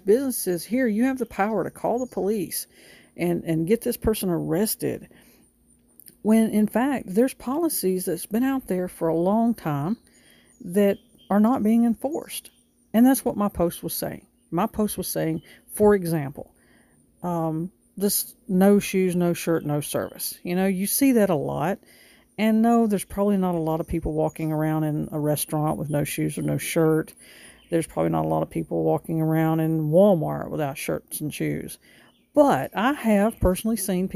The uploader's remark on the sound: This episode was recorded over a few days on several different devices. From the comfort of her front porch, complete with the birds singing and neighbors car door locks sounding the horn. You will even hear a car or two drive by and a plane overhead.